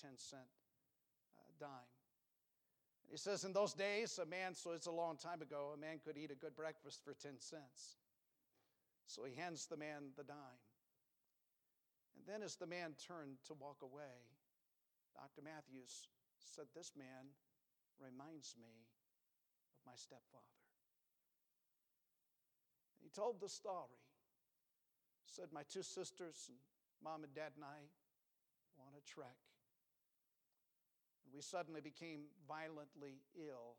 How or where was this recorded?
large echoing room